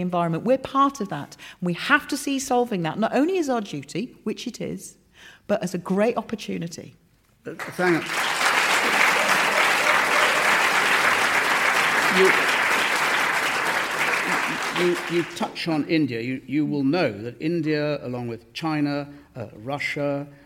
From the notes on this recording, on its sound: Topical debate from the Paignton Palace Theatre in Devon.